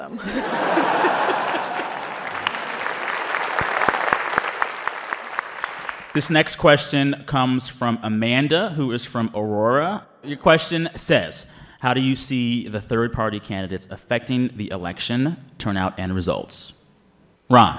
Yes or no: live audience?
yes